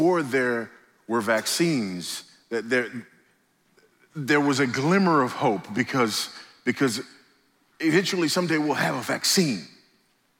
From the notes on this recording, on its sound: at the IOPT pre-conference event before the Founders "The Only God" national conference in Southwest Florida